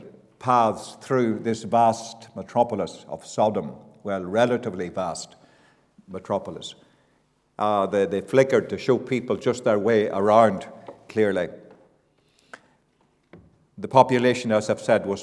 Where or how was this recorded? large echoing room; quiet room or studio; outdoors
large echoing room